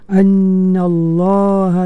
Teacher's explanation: Lam pada lafaz Allah itu ditebalkan.